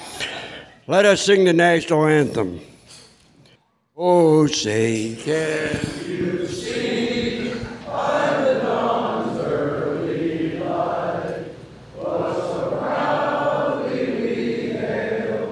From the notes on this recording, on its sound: Listen to the stories and voices of local veterans recorded live on June 28, 2016 at Christ United Methodist Church in Bethel Park, Pennsylvania.